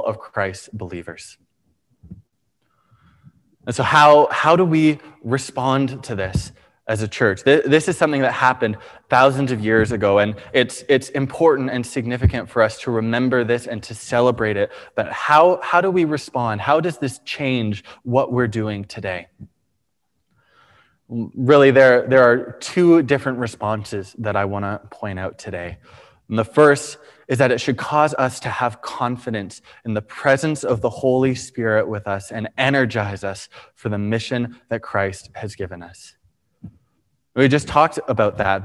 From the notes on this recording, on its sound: Preached on May 23, 2021 at Liberty Grace Church